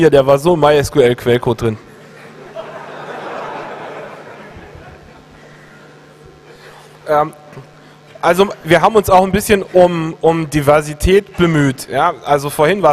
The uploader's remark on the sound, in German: Das Literarische Code-Quartett (21c3). Auf der Bühne mit Publikum.